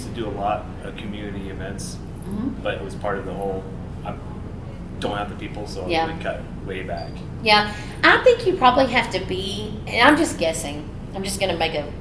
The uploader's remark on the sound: on location in Draper, UT for ServiceTitan's Marketing for the Trades Summit